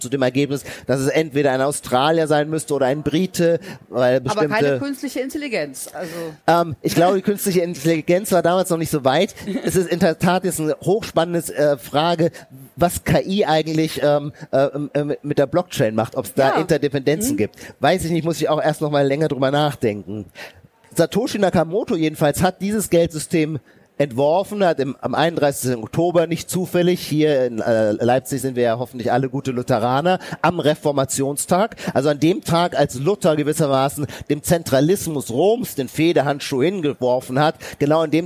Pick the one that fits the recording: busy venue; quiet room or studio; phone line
busy venue